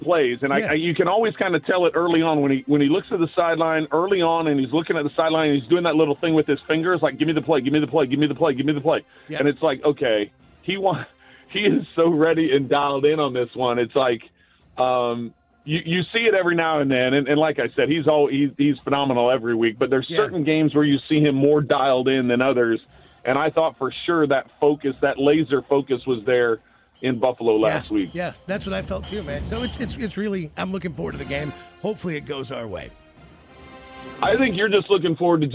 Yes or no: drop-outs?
no